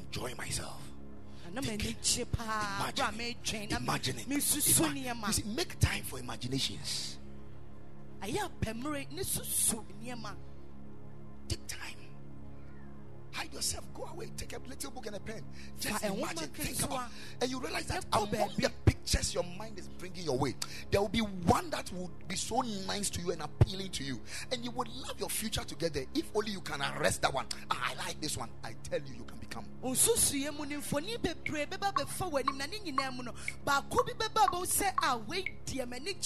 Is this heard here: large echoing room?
yes